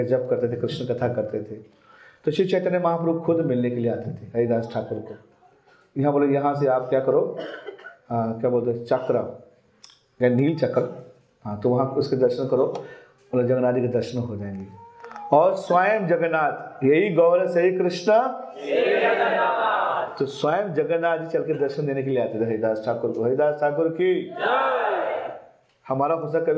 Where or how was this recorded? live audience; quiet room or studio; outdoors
live audience